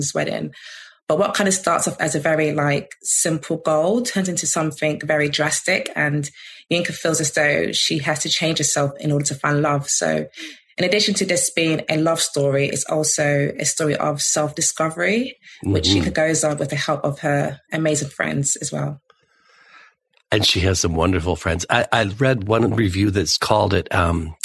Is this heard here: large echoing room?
no